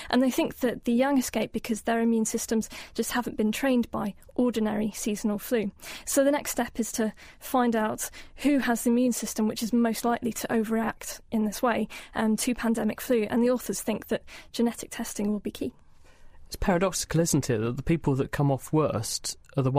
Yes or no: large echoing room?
no